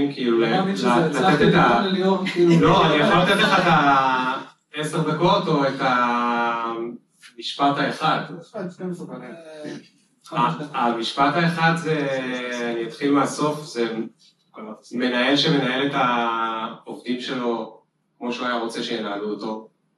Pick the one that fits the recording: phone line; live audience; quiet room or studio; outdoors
live audience